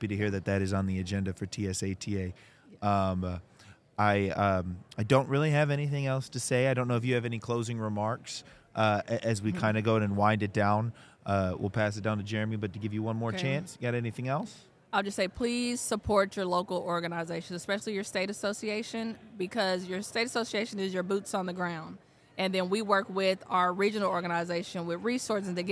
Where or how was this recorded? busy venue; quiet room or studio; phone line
busy venue